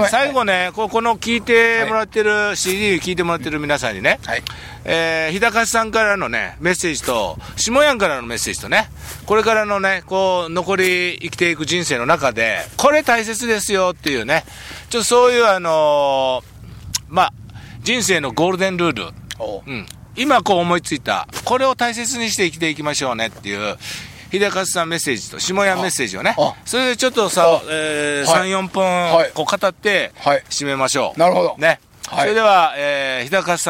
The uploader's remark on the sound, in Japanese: 長野県ビーナスラインの霧ヶ峰高原にて。バイクツーリングをして青空対談収録を開催いたしました。